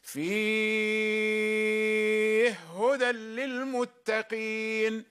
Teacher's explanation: يدغم الهاء في الهاء